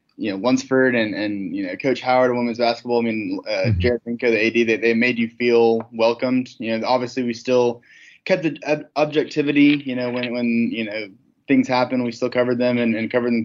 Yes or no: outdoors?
no